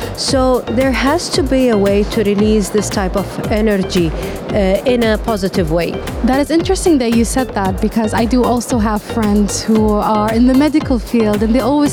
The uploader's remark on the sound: Live from SIBF 2022